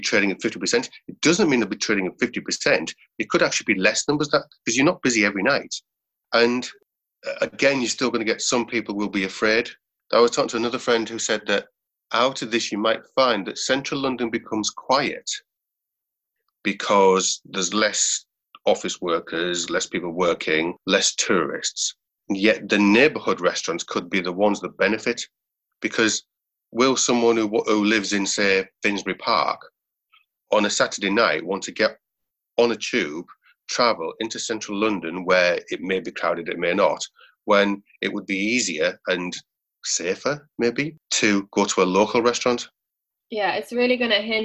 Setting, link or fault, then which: link, video call